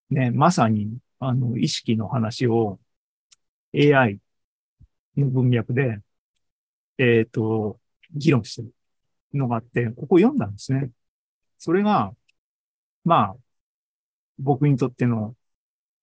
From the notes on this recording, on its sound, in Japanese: ZOOMライブの模様です